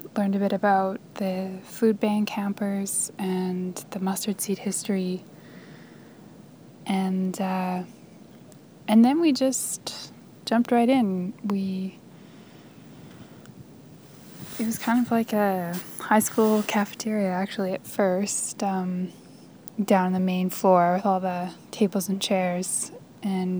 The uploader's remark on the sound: Spent a weekend in Edmonton’s inner city, at the drop-in centres, and on the streets. This is the audio diary of her experience.